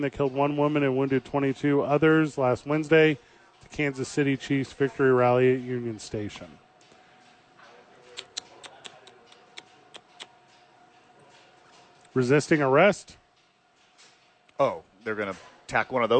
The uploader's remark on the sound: live at Safe House